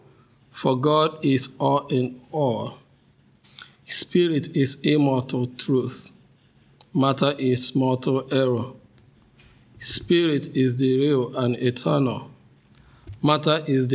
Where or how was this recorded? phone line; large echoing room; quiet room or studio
large echoing room